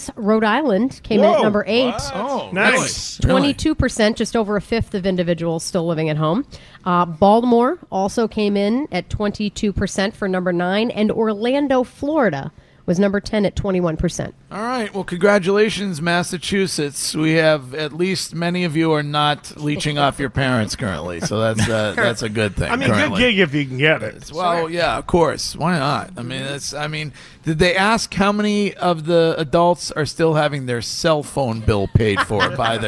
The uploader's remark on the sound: Broadcasting live from the Baseball Tavern for the home opener